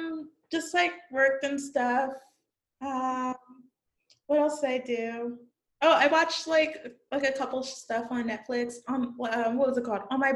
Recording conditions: video call